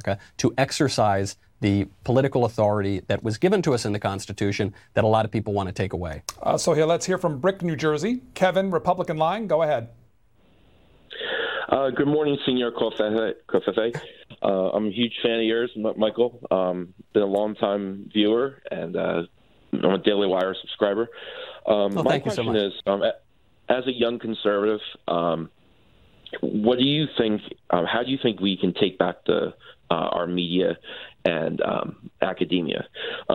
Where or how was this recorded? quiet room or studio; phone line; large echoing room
phone line